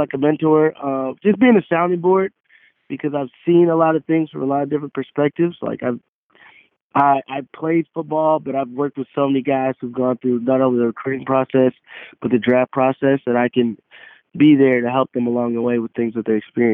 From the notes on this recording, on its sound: got on the phone